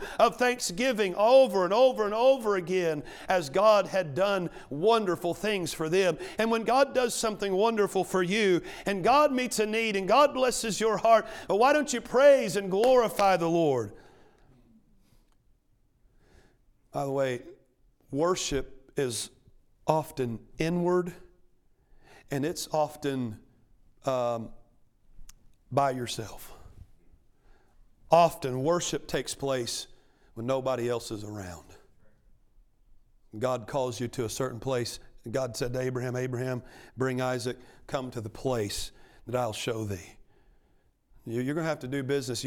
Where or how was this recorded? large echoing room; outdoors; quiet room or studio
large echoing room